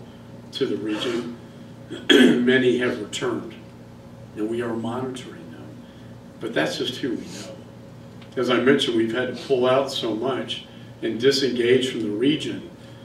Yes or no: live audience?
yes